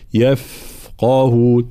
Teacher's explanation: الفاء صفة الرخاوة خاصة وهي جريان الصوت حال سكون الحرف، يفقهون، مع طبعا هنا واضح ترقيق جميع الحروف ما عدا حرف القاف، يفقهون، لا نقول يفقهون، لا، يفقهون هكذا.